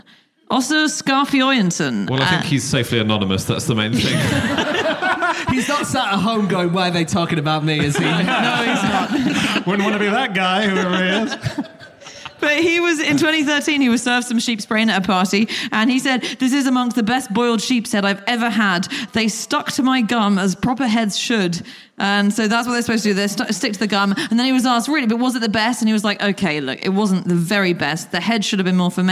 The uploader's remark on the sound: Live from Uffculme